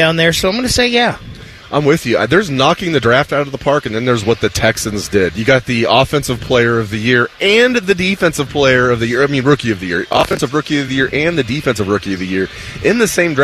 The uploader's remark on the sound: Live from Hollywood Casino.